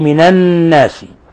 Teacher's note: نون مشددة، تعطى غنة مقدارها حركتين